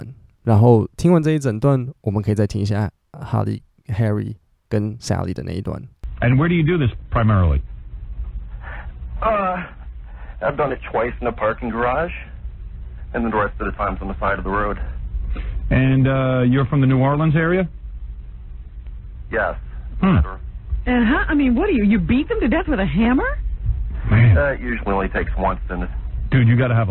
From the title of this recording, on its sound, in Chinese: call in 給廣播電台